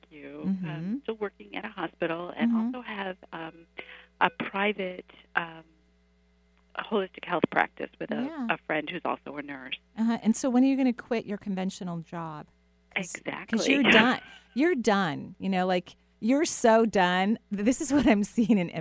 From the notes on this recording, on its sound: Takes calls and does intuitive readings for her last live show of 2018.